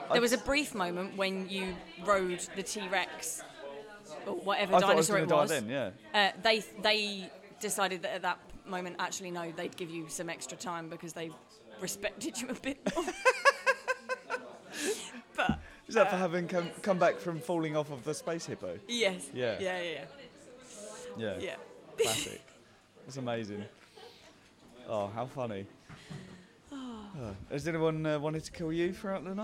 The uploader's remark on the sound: special episode recorded at The Southend 24 hour Improvathon